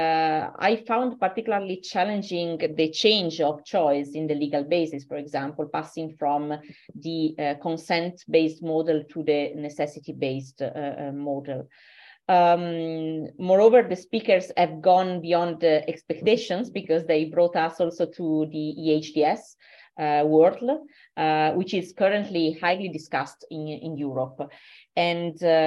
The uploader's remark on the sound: Originally a live webinar